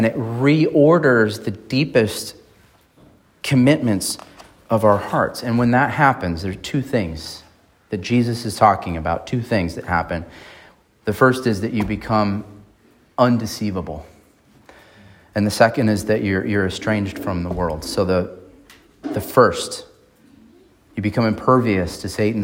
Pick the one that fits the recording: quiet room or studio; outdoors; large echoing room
large echoing room